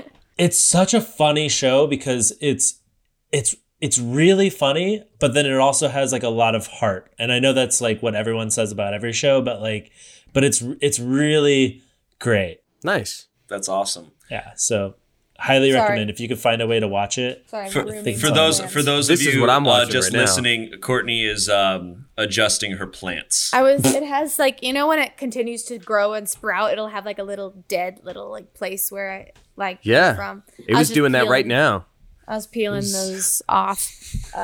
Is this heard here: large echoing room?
no